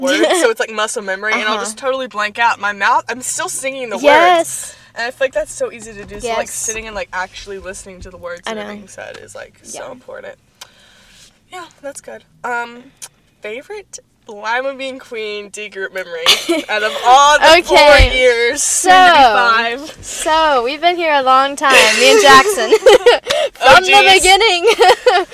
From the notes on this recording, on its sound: live from a Starbucks parking lot!